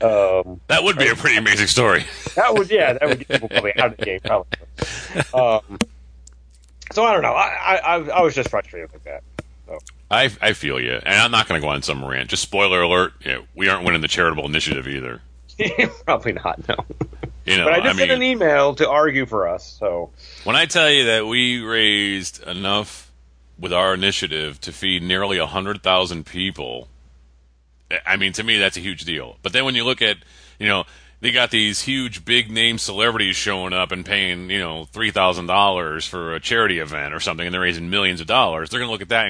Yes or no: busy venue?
no